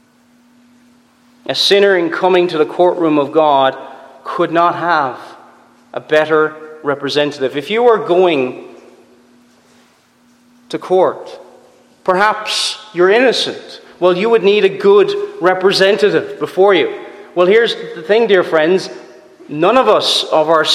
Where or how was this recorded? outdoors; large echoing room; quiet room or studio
large echoing room